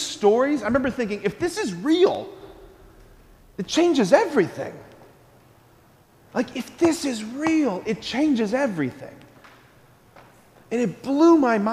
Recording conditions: large echoing room